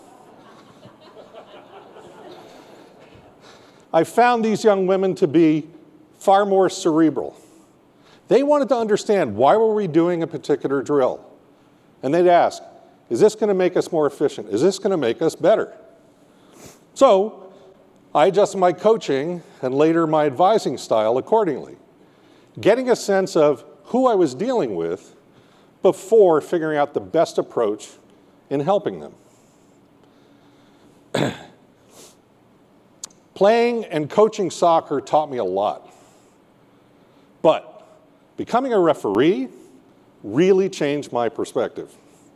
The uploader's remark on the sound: got up on stage at the 2019 KMS Convention in Seattle